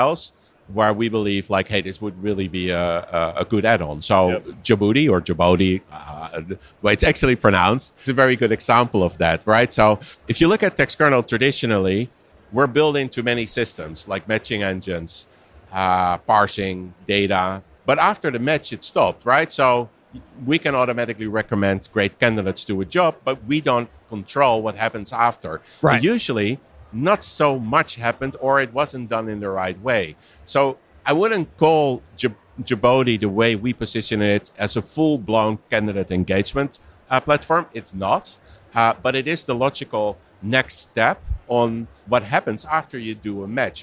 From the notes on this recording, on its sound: Recorded live from the Textkernel booth in Paris at Unleash